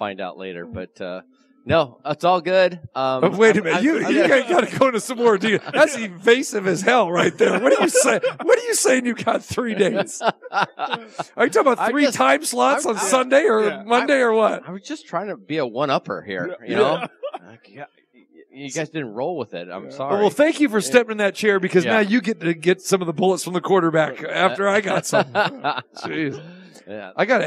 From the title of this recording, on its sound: Live from the Super Book at Westgate Las Vegas